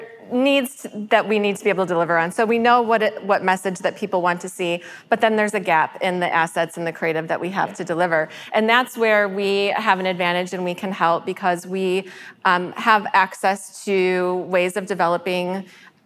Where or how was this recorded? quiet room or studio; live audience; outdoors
live audience